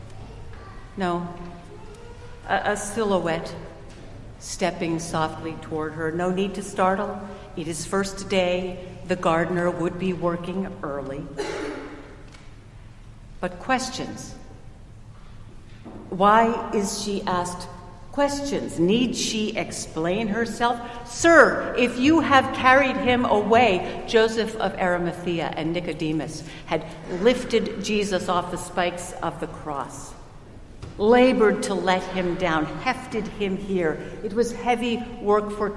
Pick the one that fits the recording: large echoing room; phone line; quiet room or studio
large echoing room